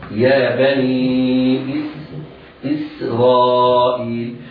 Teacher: يا بني إسرائيل، قد يسبق اللسان فيقول يا بني إسرائيل، هذا خطأ، أنا لا أبرؤ على إكمال الكلمة لهذا الخطأ، وإنما ننطقها سينا مرققة، يا بني إسرائيل، بعدها راء مفتوحة حكمها التفخيم، بعدها ألف، بعدها همزة مكسورة، إذا هو مد متصل يمد بمقدار أربع حركات. يا بني إسرائيل اذكروا، الياء بعد الهمزة مد طبيعي، قد يقول بعضهم مد بدل، هو مد شبيه بالبدل، لكن نقول عنه أنه مد طبيعي ومد بمقدار حركتين.